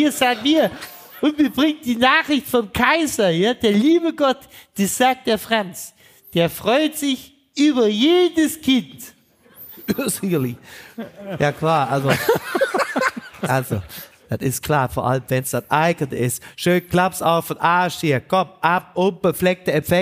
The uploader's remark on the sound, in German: Unser Live-Auftritt. Aus dem Deutschen Fußballmuseum in Dortmund.